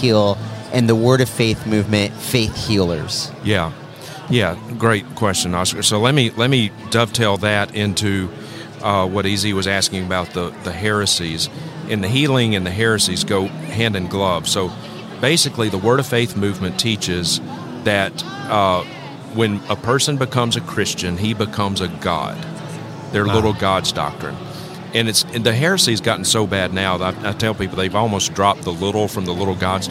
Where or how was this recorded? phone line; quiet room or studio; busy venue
busy venue